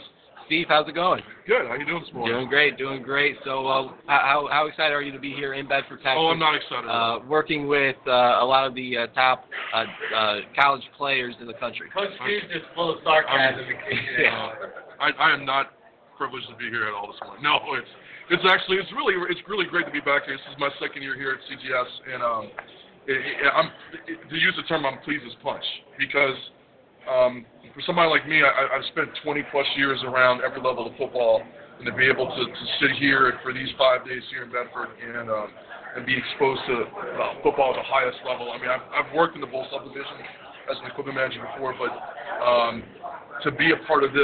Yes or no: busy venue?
yes